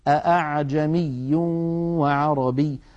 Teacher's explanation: نلاحظ على الشاشة الأخطاء التي تقع عند النطق بالهمزة المسهلة. أولا الخطأ الأول هو تحقيقها أي نطقها همزة خالصة، ثانيا إبدالها هاء.